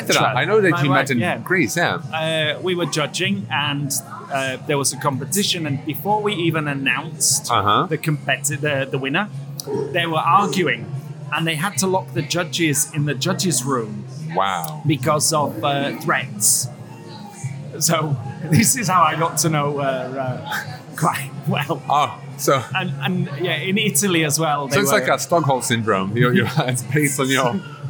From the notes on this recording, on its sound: We sat for about 40 minutes in Kafe Pragovka during the Czech Barista Championships , and despite the noise in the coffee shop and at the event. We sat for about 40 minutes in Kafe Pragovka during the Czech Barista Championships , and despite the noise in the coffee shop and at the event.